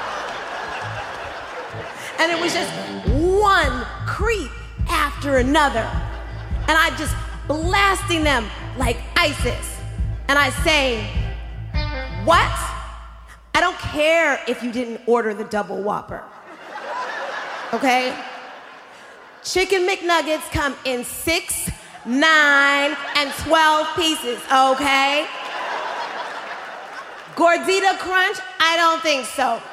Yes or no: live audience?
yes